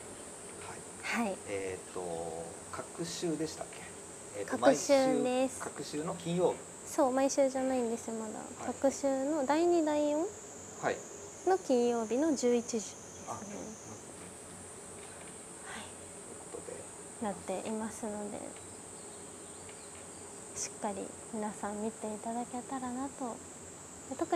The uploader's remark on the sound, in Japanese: 滝行を終えて森の中からお届け。